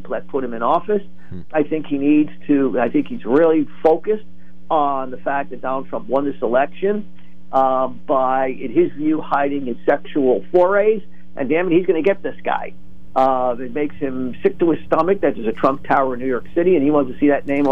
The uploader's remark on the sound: During open phones